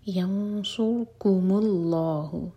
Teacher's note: اللہ تعالیٰ کے نام میں جو لام ہے اس کو بھاری پڑھا جائے گا منہ بھر کر